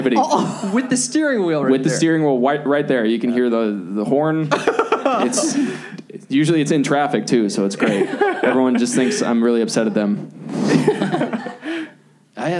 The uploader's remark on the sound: Recorded live at the Hollywood Improv.